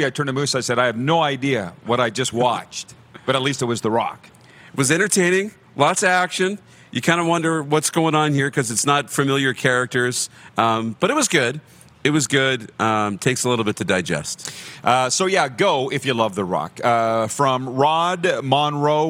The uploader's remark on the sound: We are BACK for another JAM PACKED Grey Cup Week show LIVE at Baller's Rec Room in Regina, Sask!